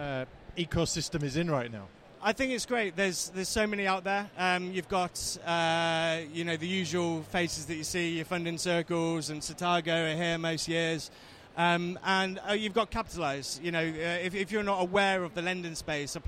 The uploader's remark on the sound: Episode recorded at Accountex 2019.